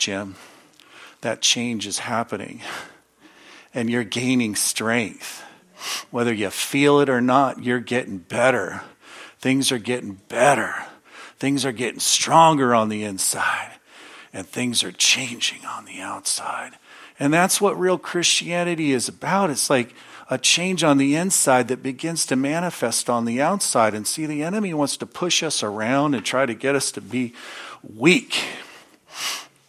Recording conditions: large echoing room